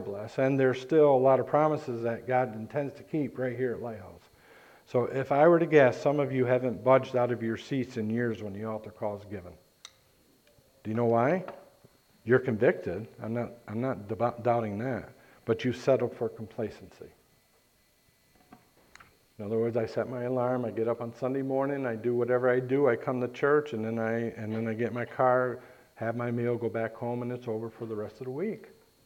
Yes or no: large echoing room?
yes